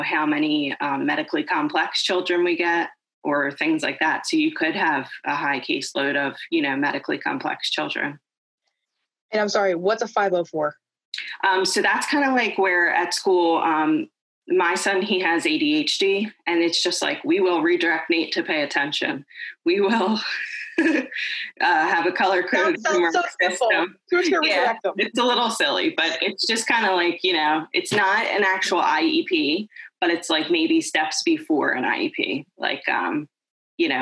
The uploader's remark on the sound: Originally recorded on zoom